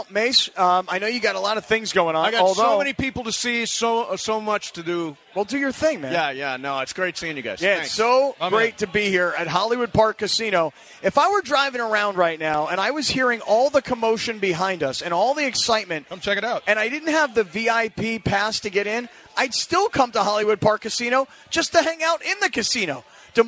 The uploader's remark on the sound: LIVE from Hollywood Park Casino - and the Lombardi Trophy is in the house. The guys set the scene here at the event with the Lombardi Trophy. All of the listeners here to take pictures with the trophy.